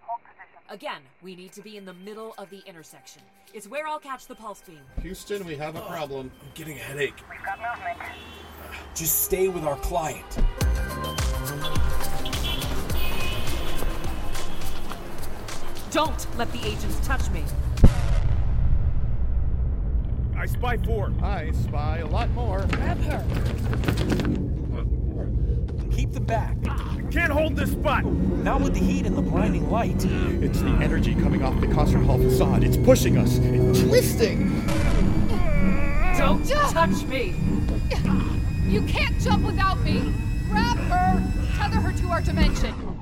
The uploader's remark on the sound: Set outside Walt Disney Concert Hall, Los Angeles.